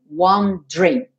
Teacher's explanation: nessa palavra wondering, o E do meio não é pronunciado. Então, não diga wondering.